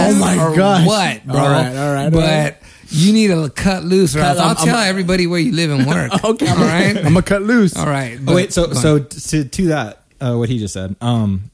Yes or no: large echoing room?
no